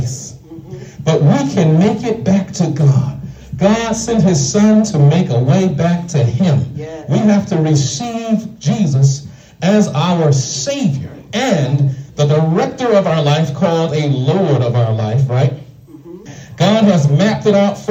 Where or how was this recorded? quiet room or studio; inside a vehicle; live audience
live audience